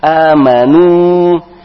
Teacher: amanu dimonyongkan bibirnya sehingga jelas huruf U-nya.